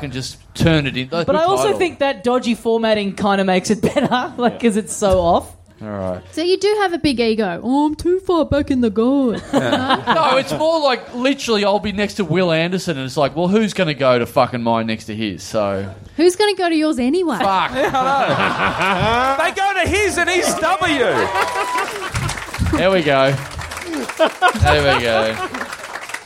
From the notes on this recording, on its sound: It's our first ever show in Tasmania. We find an audience member in the front row.